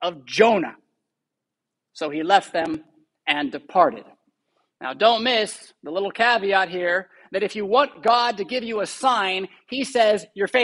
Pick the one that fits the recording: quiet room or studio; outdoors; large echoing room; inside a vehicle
large echoing room